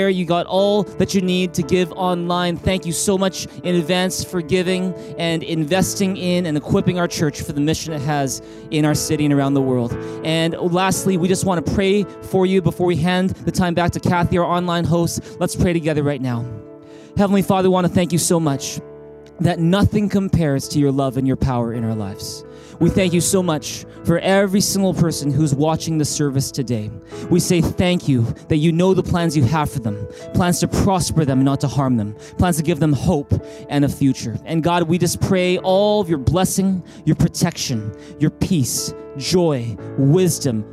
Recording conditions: large echoing room